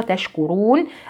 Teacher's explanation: طبعا الراء في تشكرون مفخمة وباقية الكلمة مرققة